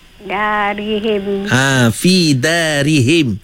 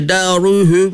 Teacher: Kena ingatlah, maknanya kalau tengok ada, kalau jumpa ayat atau kalimah yang mana ada huruf ha bagi bawah, huruf ha bagi bawah tu jaga-jaga jangan tebalkan · Shown in: first take